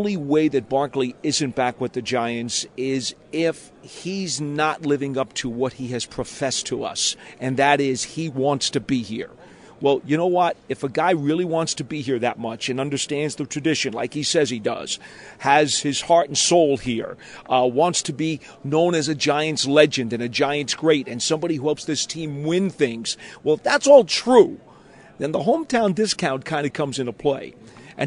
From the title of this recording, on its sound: joins live from the draft combine